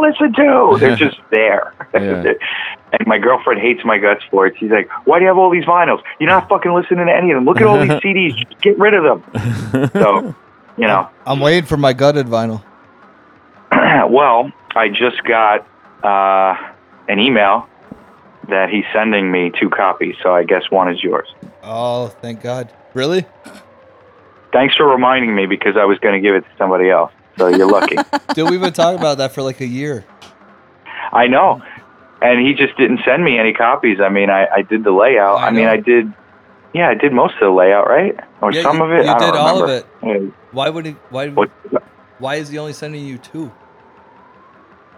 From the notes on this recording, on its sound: After persevering through some technical difficulties.